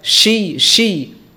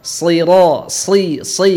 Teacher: Kalau huruf shin itu makhrajnya ada di tengah-tengah lidah, ya. Sot ada di ujung ujung lidah.